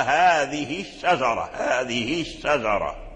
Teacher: فالناظم لما كان هذا لازما وأنها لا تقع إلا بعد محرك ذكر وشرط أن تكون وقعت أيضا قبل محرك. أما إذا وقعت قبل ساكن نحو هذه الشجرة فلا توصل، هذه الشجرة لا توصل هذه، لأن بعدها اللام وأدغم في الشين واللام ساكن فلا توصل الهاء من هذه.